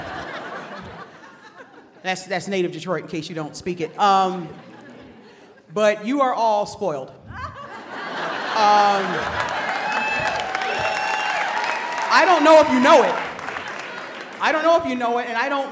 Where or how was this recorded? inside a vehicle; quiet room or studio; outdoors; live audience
live audience